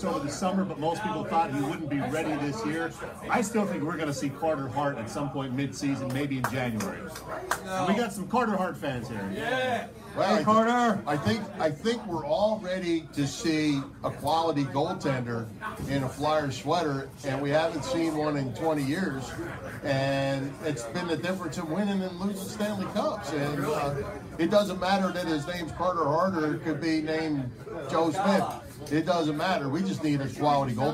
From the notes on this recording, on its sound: Thanks much to the gang at the Red Lantern for having us